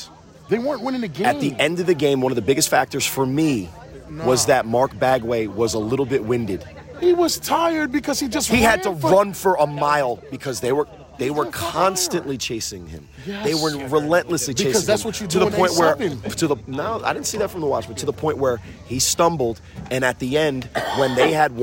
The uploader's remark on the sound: Live From Some Field. The boys pod from an Ultimate Frisbee championship somewhere in New Jersey.